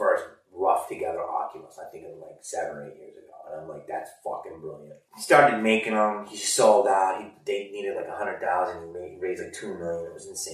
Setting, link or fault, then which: fault, poor microphone